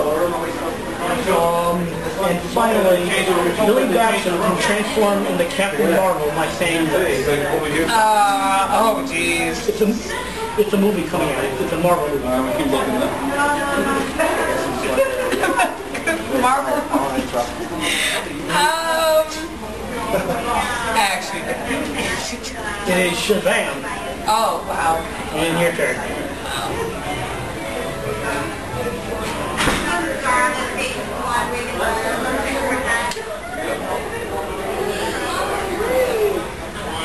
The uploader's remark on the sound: We did this live from Pop Cult Anime con, so sorry for audio issues.